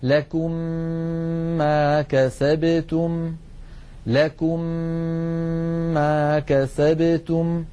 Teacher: ومن قواعد التجويد أن هذه الميم المشددة تحتاج إلى غنة طويلة، مثلا لكم ما كسبتم، لكم آخرها ميم ساكنة، ما كسبتم أولها ميم متحركة، ندغم الميم الأولى في الثانية فيصبحان ميما مشددة تنطبق عليهم الشفتان انطباقة واحدة، فنطبق على ميم ساكنة ونفتح الشفتين على ميم متحركة مع ملاحظة الغنة هكذا: لكم ما كسبتم، لكم ما كسبتم.